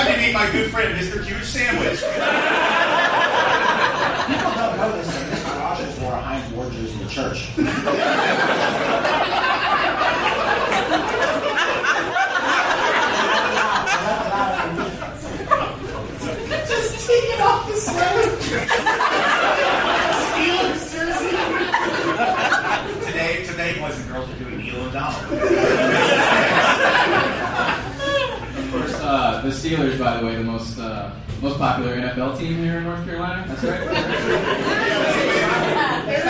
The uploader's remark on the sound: Live! In Charlotte. A hearty thank you to all the wonderful people who came out to our live show in Charlotte. Did this tick off one person in attendance to the point where he almost kind of sort of tried to take over the show?